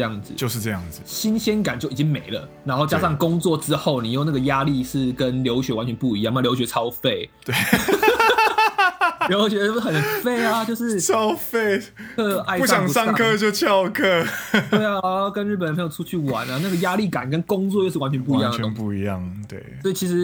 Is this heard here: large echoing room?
no